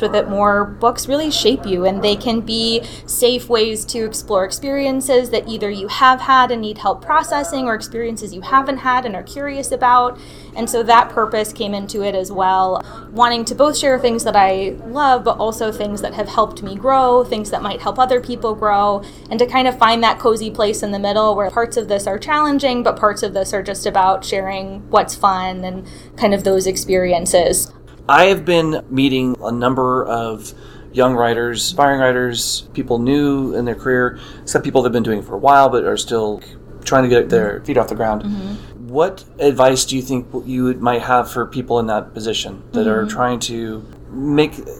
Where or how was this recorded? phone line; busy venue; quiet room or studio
busy venue